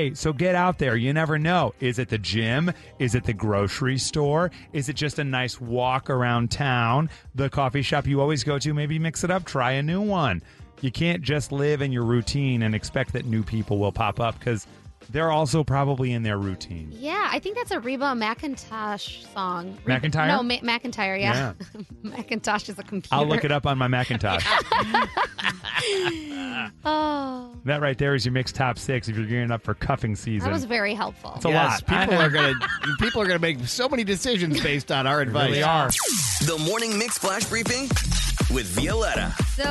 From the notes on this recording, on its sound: Teachers called in with the guest speakers they brought into the classroom.